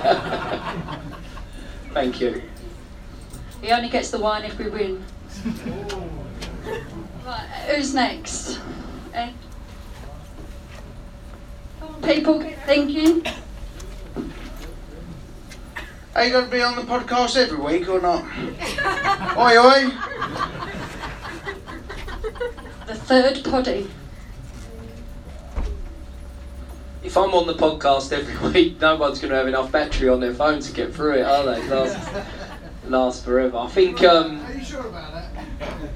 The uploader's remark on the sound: At Leyton Orient Supporters Club. This special Meet The Manager was recorded in the Supporters Club on Wednesday 19th February. A live audience of Leyton Orient fans.